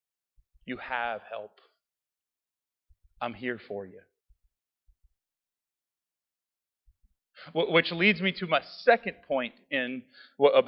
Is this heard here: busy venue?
no